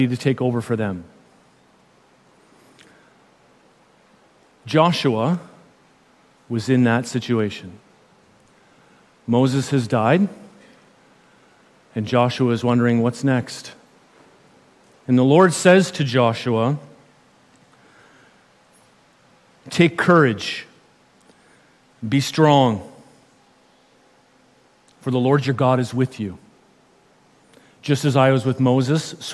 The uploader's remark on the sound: This sermon was preached at New West Community Church, British Columbia.